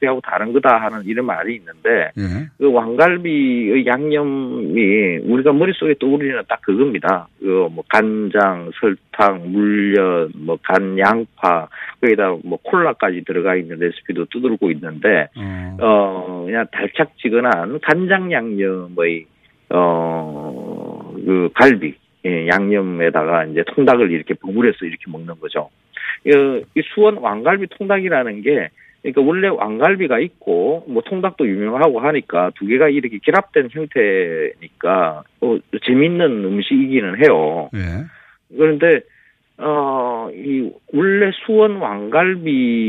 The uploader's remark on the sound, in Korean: 전화연결